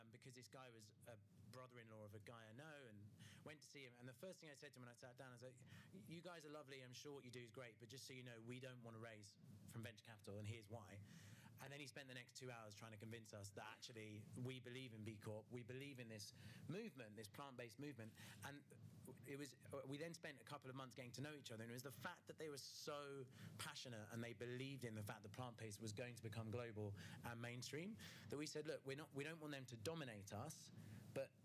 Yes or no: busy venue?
yes